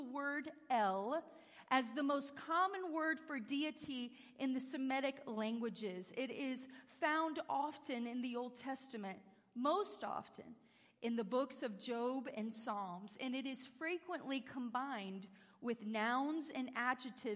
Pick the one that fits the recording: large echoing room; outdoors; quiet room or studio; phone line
large echoing room